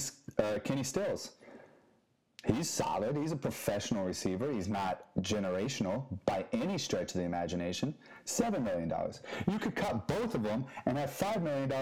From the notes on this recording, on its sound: if you can bare the audio quality